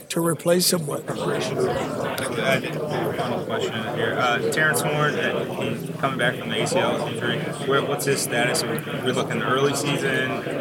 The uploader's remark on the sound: Live from AAC Media Days